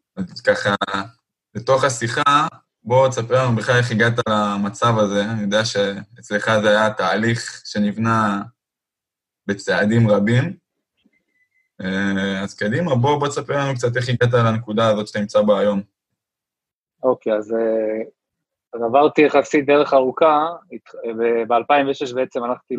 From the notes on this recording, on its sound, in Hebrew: הפרק הוקלט בזום בעקבות אתגרי הקורונה